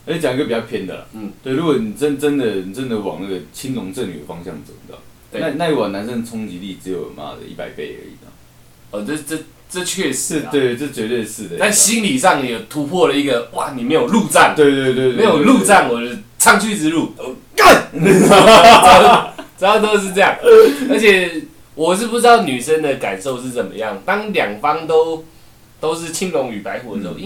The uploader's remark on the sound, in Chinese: 平常用的麥克風今天忽然出況了，趕快去便利商店買一個頂著先，音質有很大的差別，請不要介意。